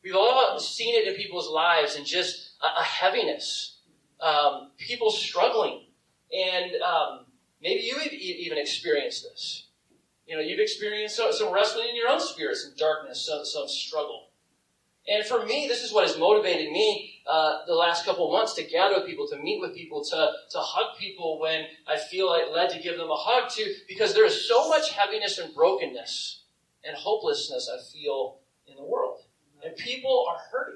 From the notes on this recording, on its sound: I apologize for the audio quality. The audio was taken from a video, but you can still hear the message.